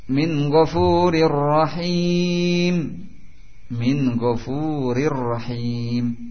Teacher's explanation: Masuk dengan sempurna tanwin ke dalam ra tanpa dengan gunnah.